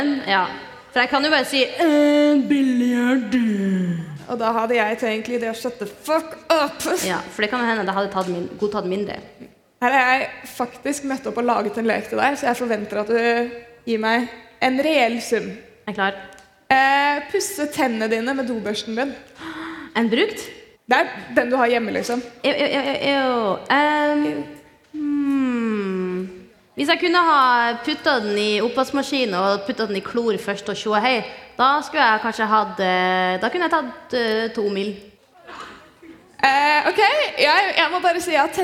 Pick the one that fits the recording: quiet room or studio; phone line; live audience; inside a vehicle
live audience